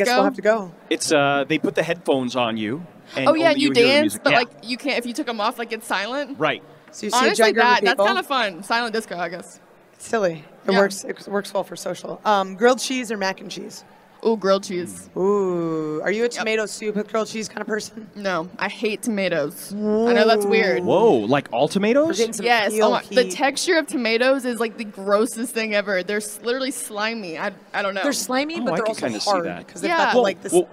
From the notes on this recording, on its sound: AEW Unrestricted was Live at Double or Nothing in FanFest